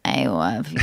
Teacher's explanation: what's that called when it crackles a little bit? It's called vocal fry